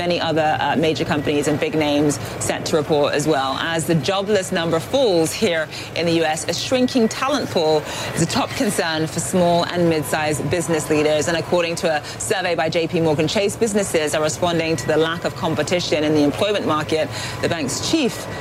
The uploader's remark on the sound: Live from the New York Stock Exchange.